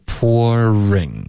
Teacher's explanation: Pouring in,这个要注意 pouring,这个 ring 的 R 的音要嘟嘴然后卷舌